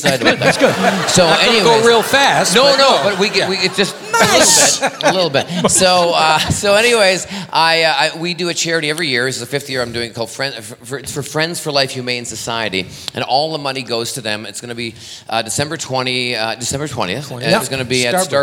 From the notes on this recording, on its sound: Live at the SouthPoint Casino